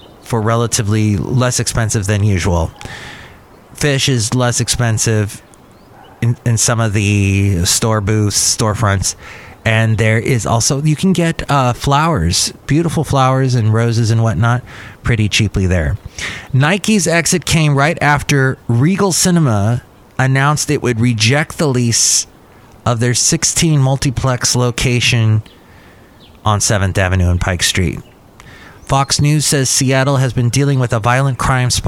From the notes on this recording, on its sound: podcasts live from Cafe Anyway